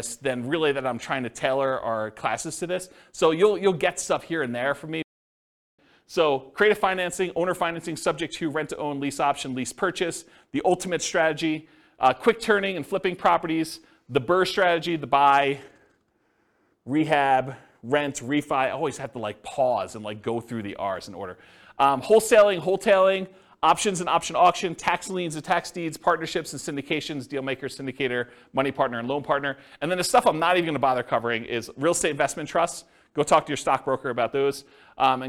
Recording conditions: live audience